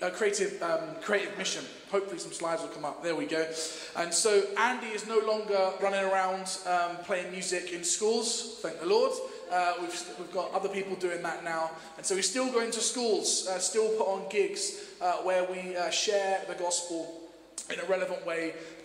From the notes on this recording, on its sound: Streamed live at St Paul's Shadwell